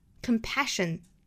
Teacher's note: 注意这两个 s 的读音应该是一个轻辅音的 sh,大家注意 sh 的发音是要卷舌的 sh